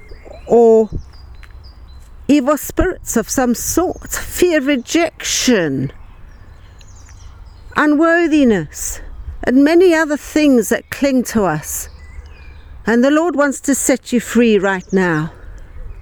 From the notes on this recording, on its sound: A practical session, recorded in the countryside.